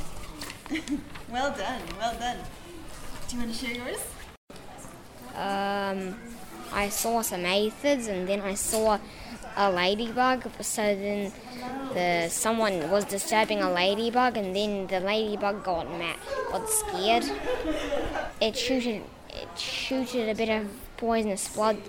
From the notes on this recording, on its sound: Tamariki Book Festival - Festival Day. A snapshot of the events and performances at the Tamariki book Festival 2020.